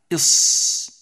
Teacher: تبقى فرجة قليلة بين رأس اللسان والثنايا عند النطق بهذا الحرف · Term: الصاد